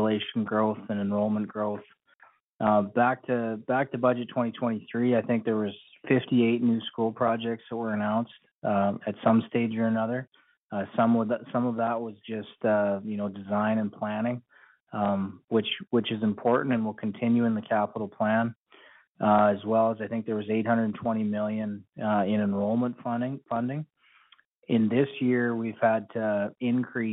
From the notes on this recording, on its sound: Budget 2024 Telephone Town Hall, Northern Alberta. Northern Alberta Telephone Town Hall to discuss Albertans' priorities for Budget 2024.